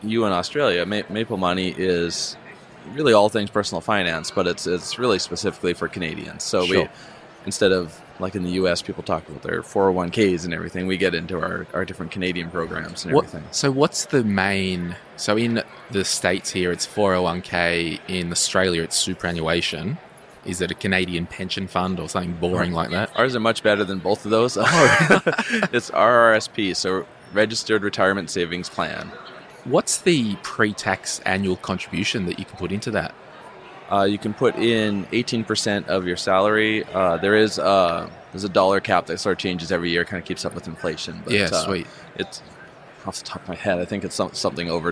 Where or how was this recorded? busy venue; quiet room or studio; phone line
busy venue